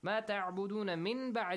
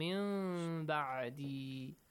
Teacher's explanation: إقلاب. Change the noon sound to a kind of half meme sound. مِن بَعْدِ And also a nasal sound.